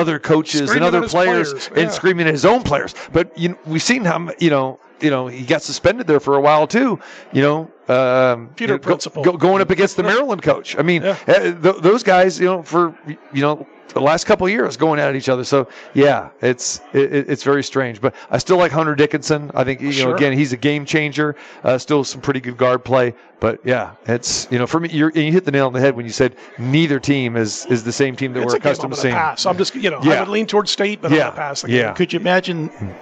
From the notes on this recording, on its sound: Live from the Superbook at the Westgate Las Vegas.